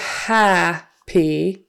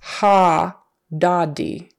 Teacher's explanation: Instead of ha-pi, it's ha-da-di. She's not saying her P in the happy. · Shown in: second take